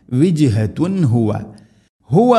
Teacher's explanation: തൻവീന് ശേഷം ഹ വന്നാൽ തൻവീനിനെ വെളിവാക്കി ഉച്ചരിക്കണം. · Term: ഇദ്ഹാർ